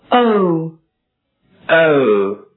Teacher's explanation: 发第一个元音成分时，舌中部稍稍抬起，舌尖微微抵住下齿，双唇扁平。那么由第一个元音向另外一个元音成分滑动时，双唇要收圆。好，请大家跟着我们一起念。哦哦 go no so coat noteboat。元音我们就学到这儿，下面我们来学习辅音。首先我们要听一下唇齿摩擦辅音的清浊辅音。发这一对唇齿摩擦辅音的时候，上齿要和下唇接触，气流从唇齿间泄出，摩擦成音。是清辅音，是浊辅音。好，请大家跟着我们一起念。 C V F Five Fight · Term: 双元音